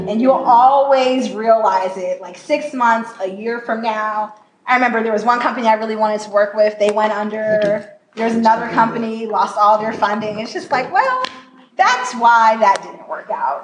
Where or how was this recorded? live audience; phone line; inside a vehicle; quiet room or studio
live audience